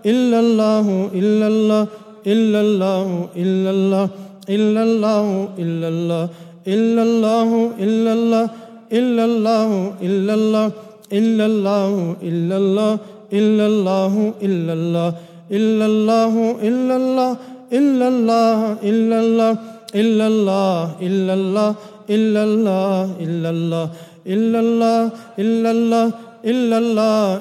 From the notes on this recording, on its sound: at the Houghton Masjid (West Street)